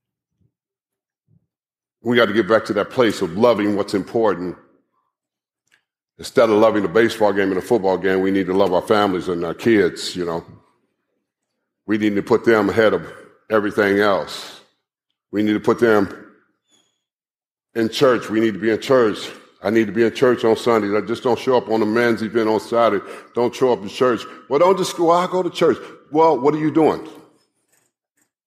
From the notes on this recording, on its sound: live message from the Kingdom Men's Gathering